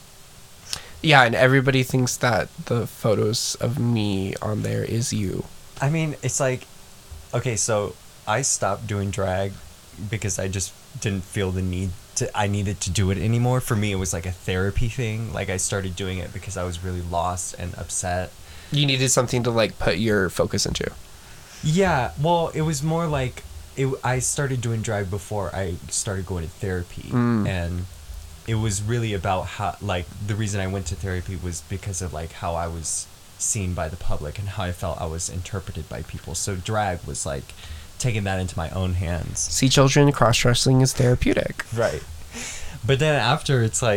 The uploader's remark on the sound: Enjoy the crunchy audio quality